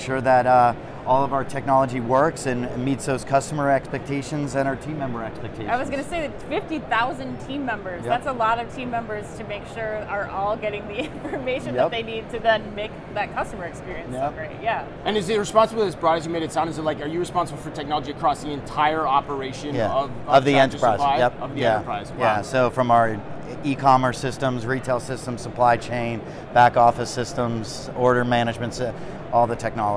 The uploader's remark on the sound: Live From NRF 2024